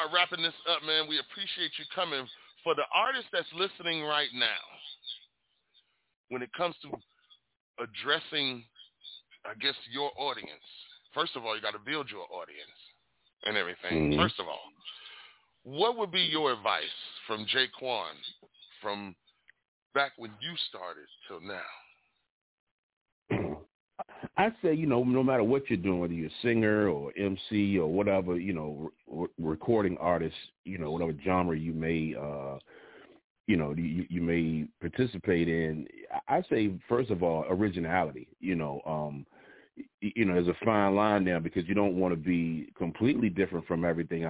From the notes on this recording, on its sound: Live from las vegas nv !! We have a LIVE over the phone interview.